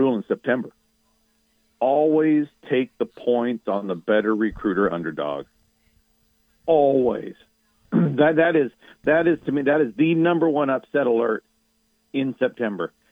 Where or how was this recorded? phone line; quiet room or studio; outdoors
phone line